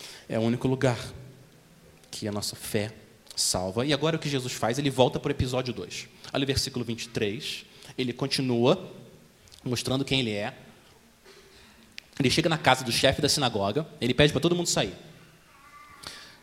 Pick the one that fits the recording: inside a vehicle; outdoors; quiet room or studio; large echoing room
large echoing room